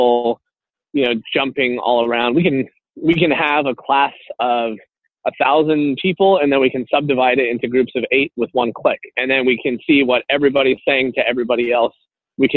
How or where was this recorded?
phone line